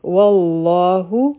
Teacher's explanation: مخکې راځي والله واو به د لامی جلاله سره یوځی کړو لامی جلاله به دوه حرکه اوږدوو او لام به غټ وایو او ها به یو حرکه وایو دا به شي والله او